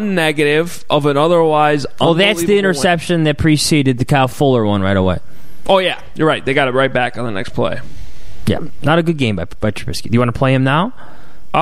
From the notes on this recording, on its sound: live from Soldier Field